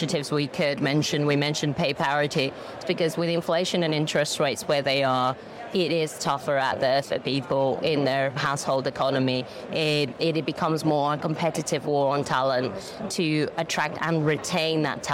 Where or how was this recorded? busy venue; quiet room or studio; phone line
busy venue